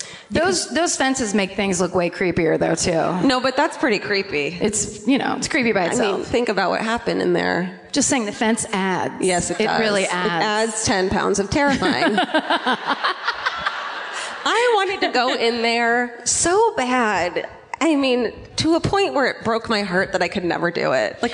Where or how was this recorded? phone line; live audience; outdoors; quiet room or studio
live audience